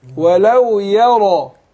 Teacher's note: يبقى رقق الياء وفخم الراء